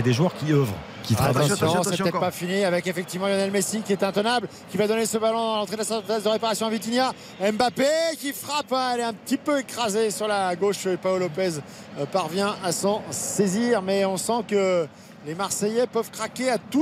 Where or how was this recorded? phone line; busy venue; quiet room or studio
busy venue